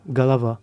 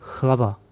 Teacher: C'est une espèce de H expiré qu'on trouve aussi, je crois, en ukrainien, en polonais. · Shown in: second take